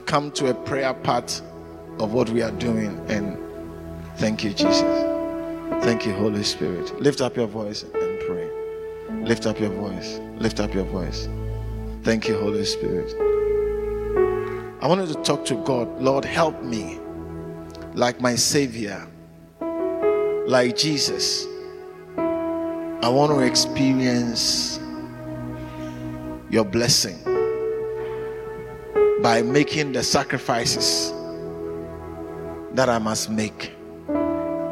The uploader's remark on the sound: Preached at the Living Waters Cathedral.